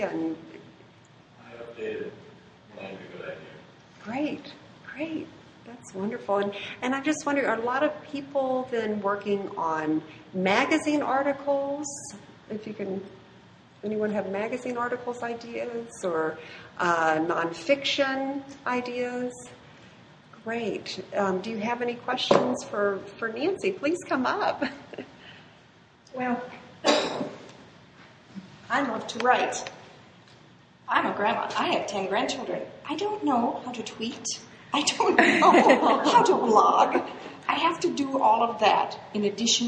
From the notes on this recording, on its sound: This segment was recorded with an audience at Barrington Area Library.